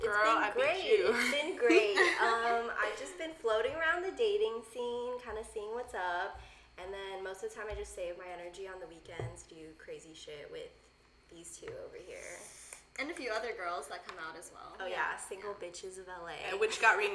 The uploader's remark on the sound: Share one single mic. Fridge in the background, clinking soju bottles, and echoed laughter in the concrete studio apartment located in Downtown LA.